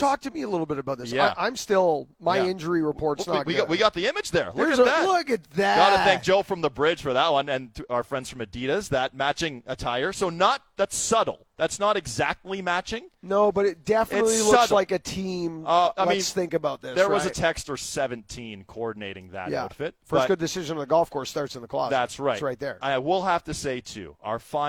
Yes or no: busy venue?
yes